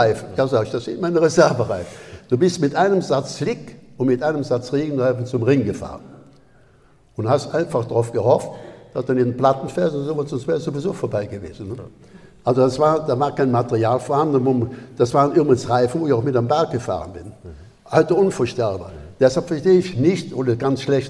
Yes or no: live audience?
yes